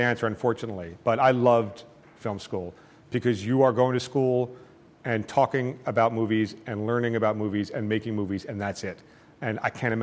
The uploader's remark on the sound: In front of a packed crowd in New Haven.